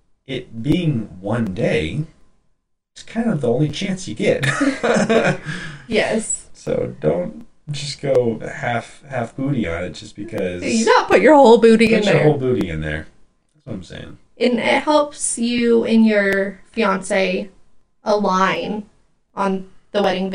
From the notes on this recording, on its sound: Sorry about the audio issues.